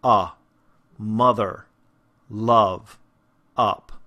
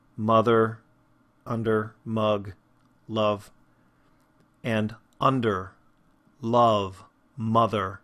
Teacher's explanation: And you can hear the difference if I do it sort of more in the center of my mouth, mother, under, mug, love, and under, love, mother. It's much more resonant when you really get it back into the back of your mouth, really lower that tongue down.